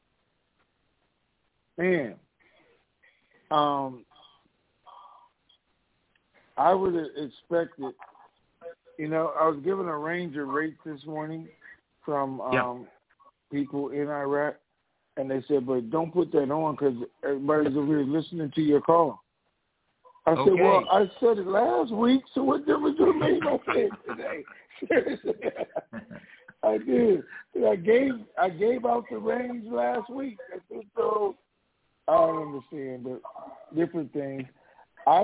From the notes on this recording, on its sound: TNTSuperfantastic Conference Call